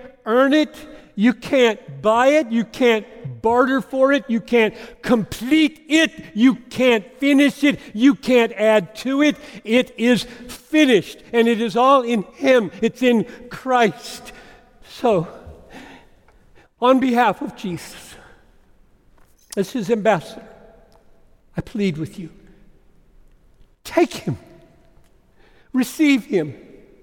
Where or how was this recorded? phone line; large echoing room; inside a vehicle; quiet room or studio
large echoing room